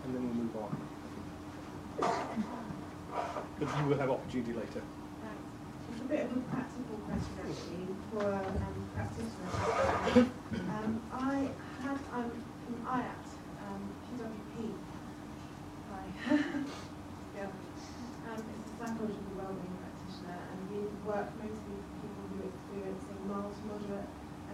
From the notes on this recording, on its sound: A talk given at a conference in London